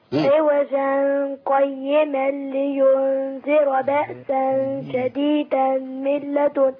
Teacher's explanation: ولو وصلنا هنخفي التنوين في القاف · Term: الوصل بدون سكت